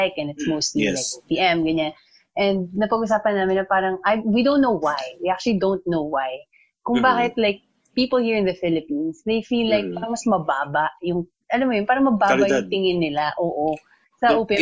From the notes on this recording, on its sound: We sit down (virtually of course). We're still working on getting our audio crystal clear in this new normal internet interview so please forgive us if sometimes our audio isn't as clear as you're used to on our regular mixes.